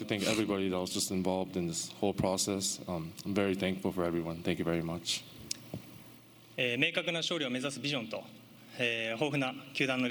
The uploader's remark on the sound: We go live to Dodger stadium!